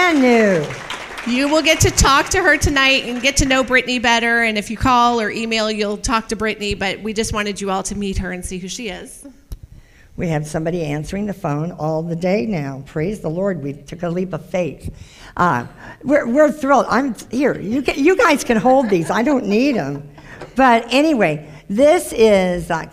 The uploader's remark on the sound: This is the full replay of the LIVE Rejoice Pompano Bible Study